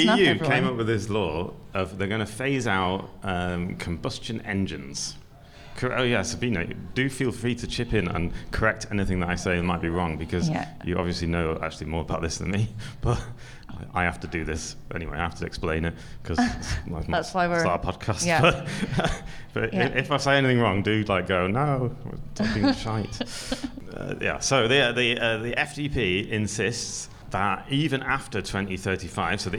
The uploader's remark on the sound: goes live from Hotel Selina in Mitte